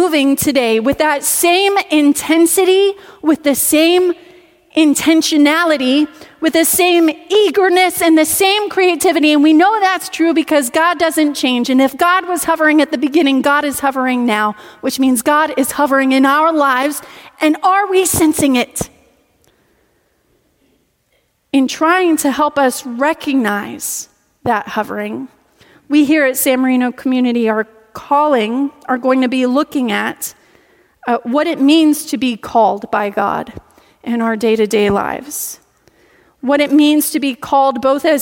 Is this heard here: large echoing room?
yes